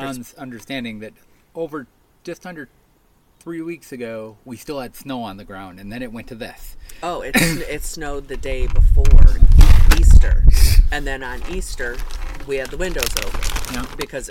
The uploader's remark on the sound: This episode we record out on our quarterdeck on the first nice day we have seen lately.